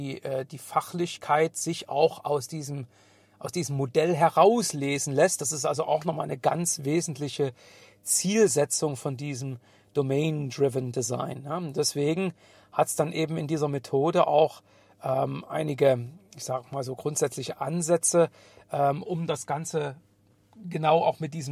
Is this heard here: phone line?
no